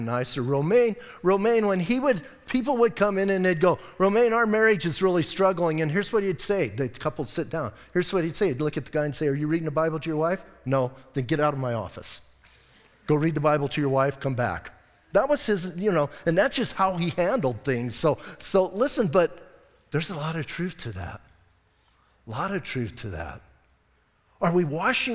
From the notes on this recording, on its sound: Audio messages from Calvary Chapel in Sierra Vista